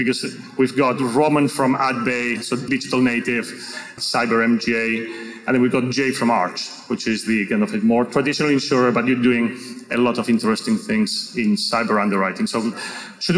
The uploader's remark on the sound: on a panel at ITC Vegas 2022